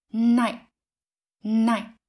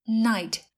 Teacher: thay vì bật hơi, chúng ta sẽ chặn hơi ở cổ họng. Âm đó bị tắc, bị nghẹn lại, không bật ra. · Shown in: first take · Giống như chúng ta đang nói dở thì dừng đột ngột.